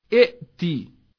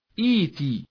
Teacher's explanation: If two hamzas meet, the first having a vowel and the second having none, the second hamza is omitted, and the vowel of the first gets a compensatory lengthening · Shown in: second take